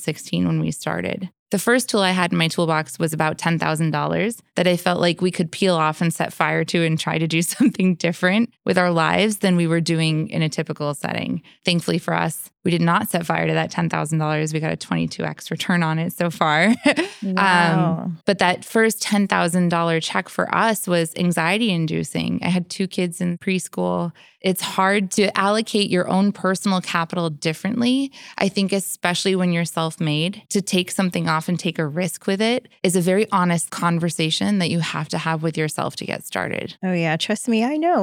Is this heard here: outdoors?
no